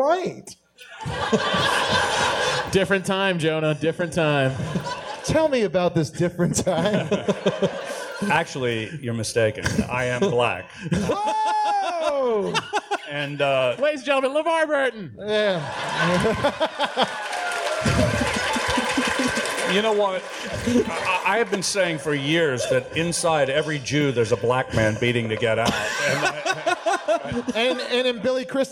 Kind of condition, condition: setting, live audience